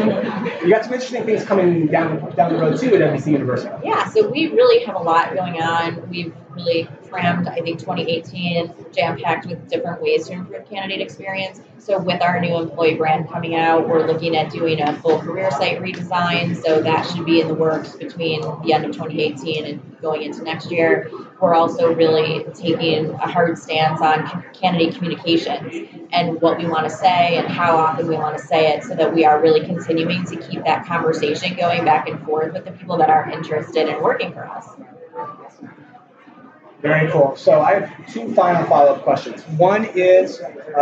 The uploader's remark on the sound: Recorded live at IBM's Think Conference in Las Vegas, a massive event that brings together over 30K IBM customers, partners, and employees.